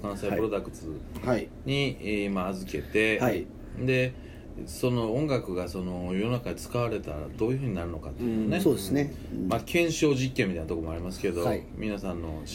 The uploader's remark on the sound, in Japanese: 神戸、SPACE DOG!RECORD(お店)より。